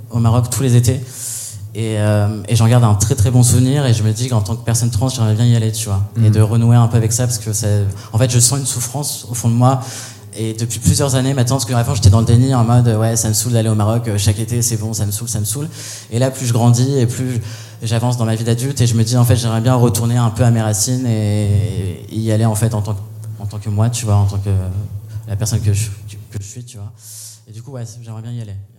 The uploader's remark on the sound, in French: Cet épisode a été enregistré le 9 octobre 2021 en live depuis le festival Les Chichas de la pensée, aux Magasins Généraux, et grâce aux Ateliers Médicis.